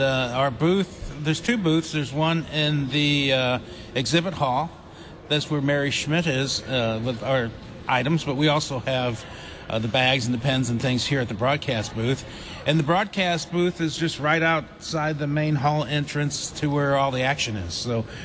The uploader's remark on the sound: Live from Convention #JoyfullyLutheran